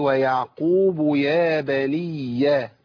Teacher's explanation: عندي ياء مشددة، خدوا بالكم في الوصل لابد من بيان التشديد